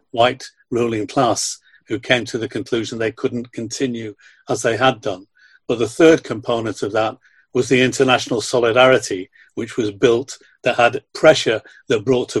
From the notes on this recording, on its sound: the audio of this webinar which was organised by them